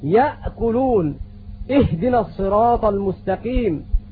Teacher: أقصى الحلق مما يلي الصدر يخرج منه الهمزة والهاء